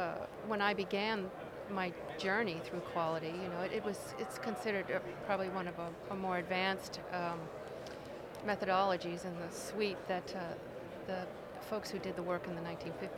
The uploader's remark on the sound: From the GBMP Northeast Lean Conference!